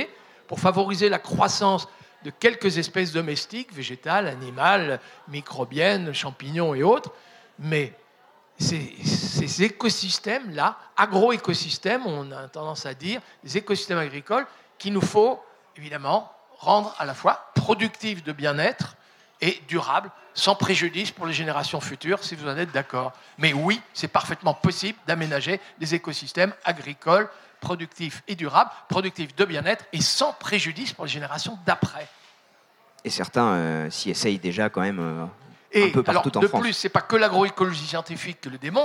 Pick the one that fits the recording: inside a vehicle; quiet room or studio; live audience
live audience